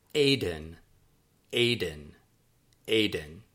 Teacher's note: the accents were on the first syllable